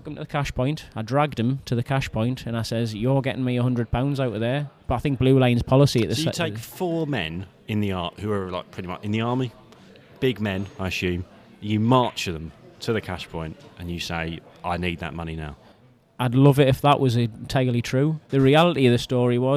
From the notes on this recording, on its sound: Recorded at the Snooker Shoot Out in Watford.